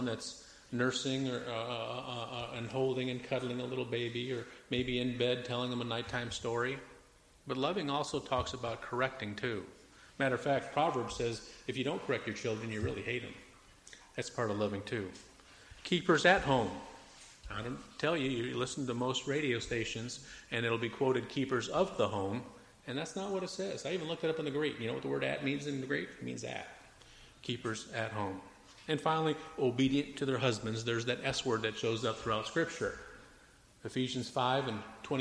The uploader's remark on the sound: Preached at Mt Olive PBC in Jan 4, 2004